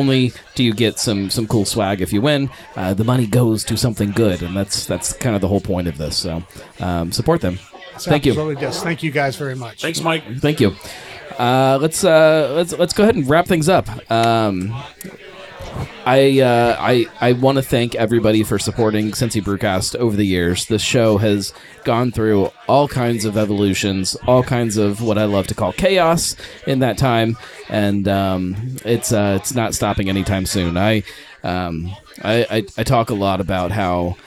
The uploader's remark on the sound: Live at Darkness Brewing. This year we brewed the beer down at Darkness in Bellevue, KY. It was a ton of fun, even if the recorded sound is a little rougher than you're used to. I'll nail the whole live event thing one of these days!